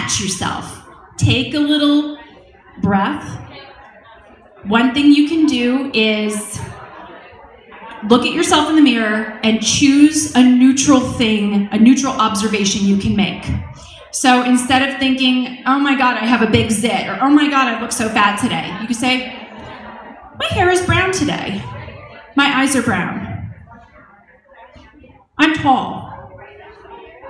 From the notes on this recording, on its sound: In this podcast episode, I share a talk I recently gave at the 2nd Annual Diva Girl Philly Conference at the University of Pennsylvania.